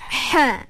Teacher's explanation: Dia kena keluar sebab huruf ha ni dia huruf hamas juga. Huruf angin kita panggil. Huruf yang kena ada angin. Kalau tak ada angin salah.